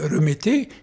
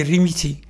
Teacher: Mais comme elle, dans le parler arabe, l'accent E n'existe pas, c'est plutôt le I qui existe. · Shown in: second take · Et ne prononce pas, au lieu de dire remettez, il dit rimiti.